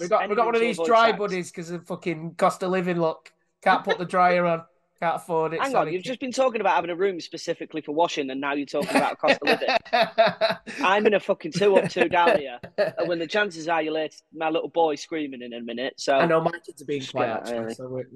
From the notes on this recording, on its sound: we sit down over zoom